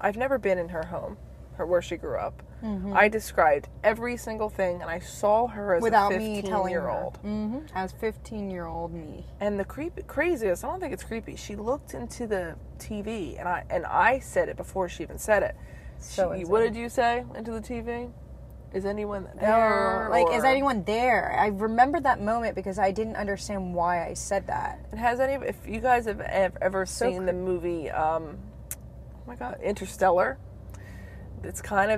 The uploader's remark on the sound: In the car.